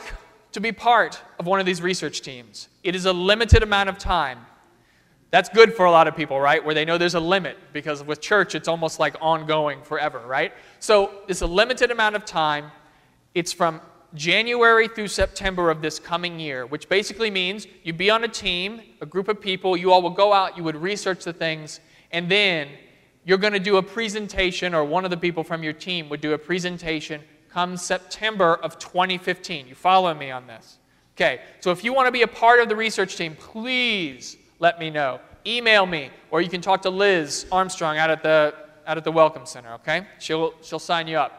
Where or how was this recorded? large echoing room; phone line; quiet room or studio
large echoing room